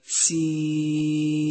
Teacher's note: حرف الياء المدي أي الساكن المسبوق بكسر فهو يخرج من الجوف وينتهي بانتهاء هواء الفم إلى الهواء الطلق مثال ذلك سيئة صفات